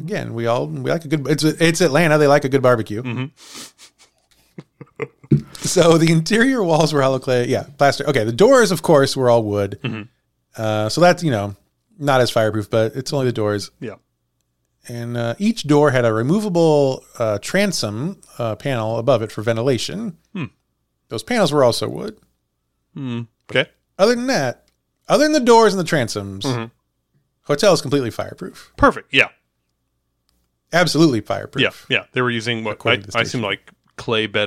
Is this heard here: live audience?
no